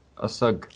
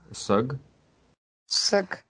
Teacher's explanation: То есть там в начале «а» она такая очень слабенькая.